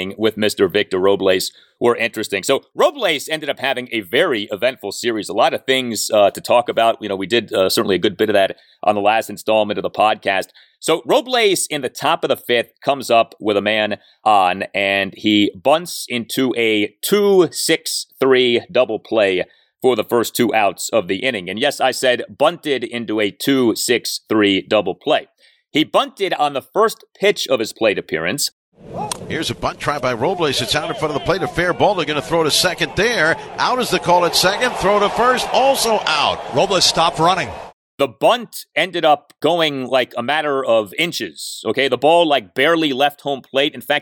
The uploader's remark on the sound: Live from Target Field.